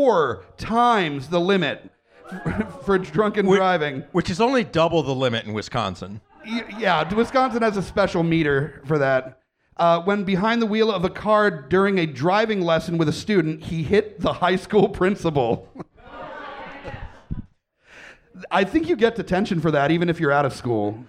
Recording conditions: live audience